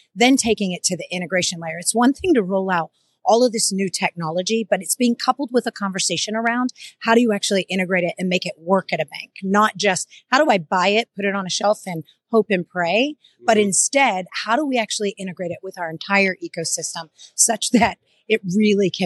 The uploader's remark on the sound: Live from Finovate Fall